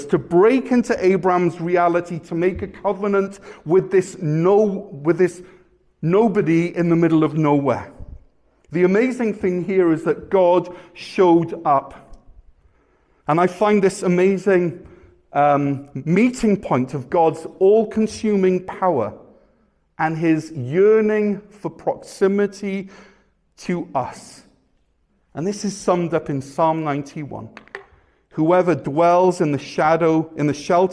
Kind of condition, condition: setting, large echoing room